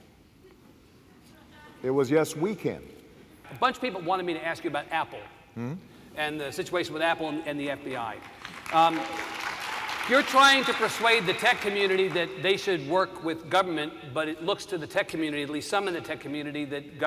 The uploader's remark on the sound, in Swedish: Från SXSW i Austin. Kommunikationspodden kör hela veckans avsnitt från festivalen South By Southwest Interactive i Austin, Texas.